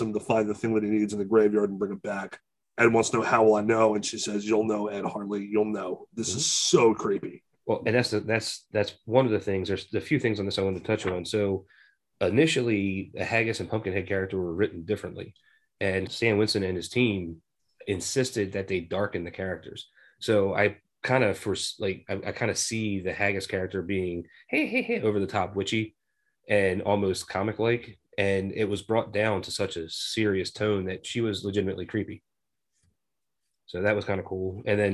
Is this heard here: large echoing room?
no